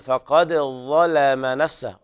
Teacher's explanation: لابد هنا لرواية حفص ترقيق اللام